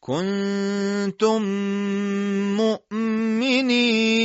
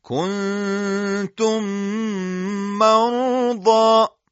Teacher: تلفظ میم مشدد حاصله هم با حالت غنه همراهه، چرا که لبها روی هم منطبق و بستن، فلذا تمامی صدا از خیشوم یعنی فضای خالی داخل بینی خارج میشه. صدای میم مشدد باید به اندازه دو حرکت باشه، همون میزان دو حرکت غنه · Term: ادغام شفوی